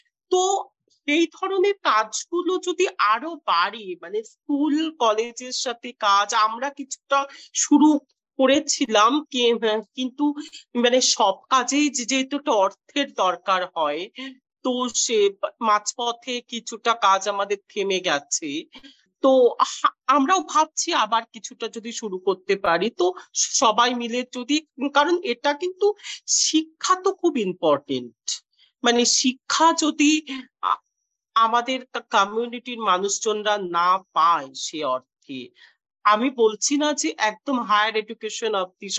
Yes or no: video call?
yes